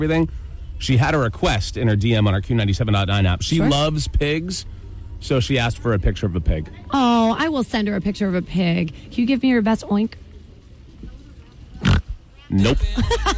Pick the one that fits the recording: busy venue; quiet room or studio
busy venue